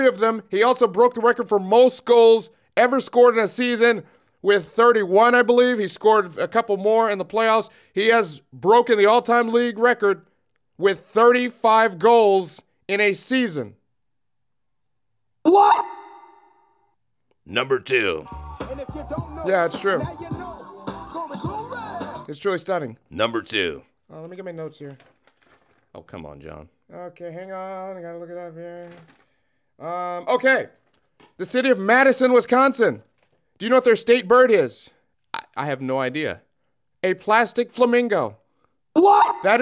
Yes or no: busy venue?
no